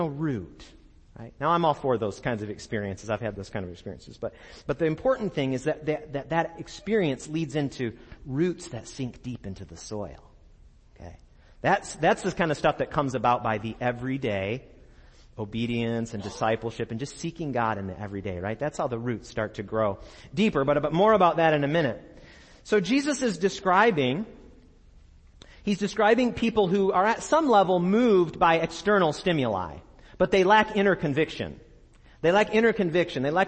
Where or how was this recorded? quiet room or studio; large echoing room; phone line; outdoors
large echoing room